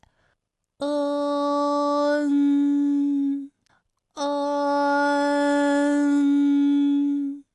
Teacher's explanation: 开始呢是开口的，到 n 的时候呢，最后口型是闭住的，舌位的移动是比较小 · Term: 前鼻音